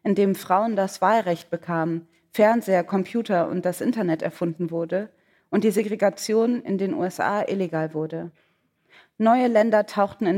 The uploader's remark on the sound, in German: Das Gespräch ist eine Aufzeichnung der Veranstaltung. Des Literaturhauses Frankfurt und des ZEITmagazins. Oktober im Schauspiel Frankfurt vor Publikum stattfand und auch als Videomitschnitt auf ZEIT ONLINE verfügbar ist.